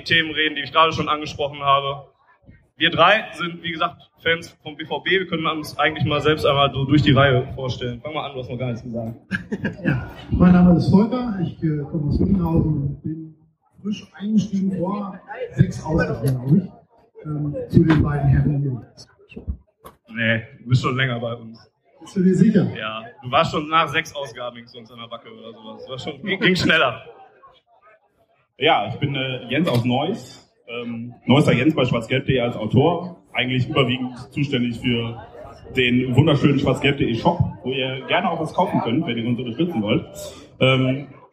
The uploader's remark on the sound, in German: Live vom DortBunt Festival. Während wir sonst für gewöhnlich jeder an seinem eigenen Schreibtisch sitzen, um euch Auffe Ohren aufzunehmen, durften wir diesmal live, in Farbe und bunt auf der Bühne der BVB-Fanabteilung platz nehmen. Bitten, die Tonqualität zu entschuldigen.